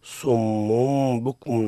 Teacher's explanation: قلب النون الساكنة والتنوين ميما، ثم إخفاء هذه الميم فيما بعدها مع بيان الغنة، ويكون ذلك عند حرف واحد هو الباء. · Term: الإقلاب